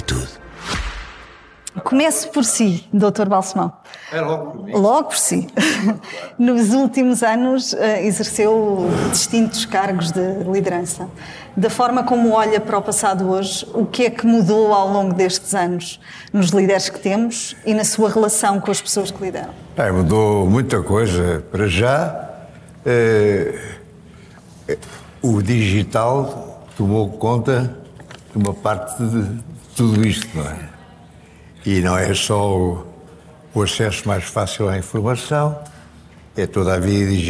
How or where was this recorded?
live audience